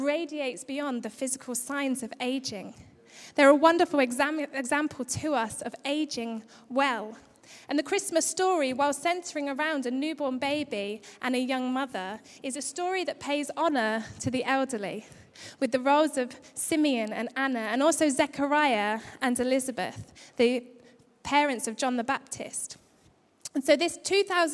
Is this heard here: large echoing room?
yes